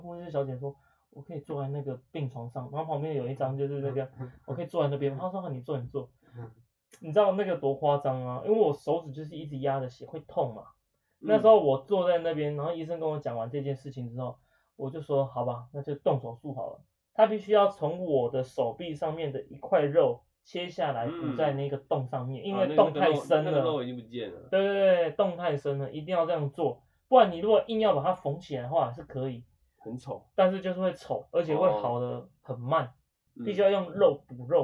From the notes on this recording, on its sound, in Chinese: 這一集的收音會有點瑕疵